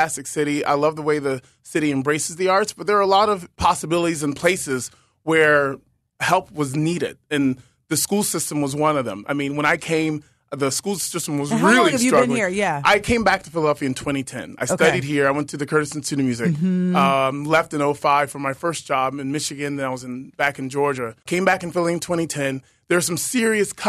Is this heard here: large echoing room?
no